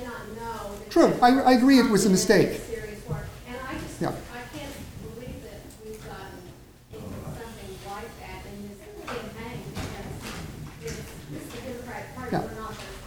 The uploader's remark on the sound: gave brief speeches and answered questions from the audience